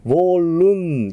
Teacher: N ですので唇を閉じません